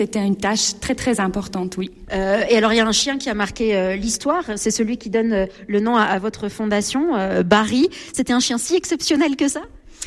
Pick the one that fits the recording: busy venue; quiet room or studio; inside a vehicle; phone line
busy venue